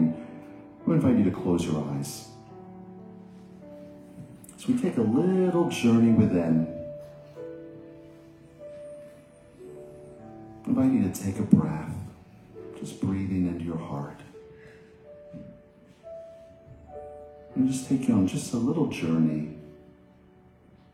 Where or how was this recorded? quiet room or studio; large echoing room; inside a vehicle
large echoing room